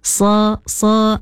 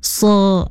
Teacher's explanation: Pada huruf sad, makhraj huruf sad, makhraj huruf sad, kena baca sikit lagi tebalnya huruf sad ya · Shown in: second take · Tadi ada bunyi macam sedikit nipis, sa sa nipis, so ya tebal.